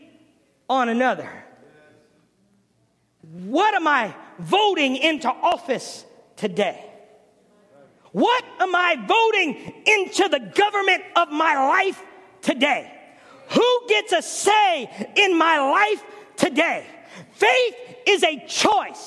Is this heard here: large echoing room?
yes